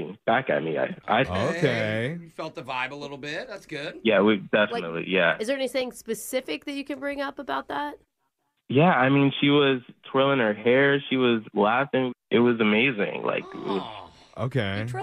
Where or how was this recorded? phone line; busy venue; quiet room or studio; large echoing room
phone line